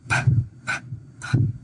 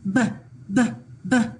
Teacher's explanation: It's a lip puffer, p, p, p, unvoiced. It's a lip puffer, b, b, b, voiced.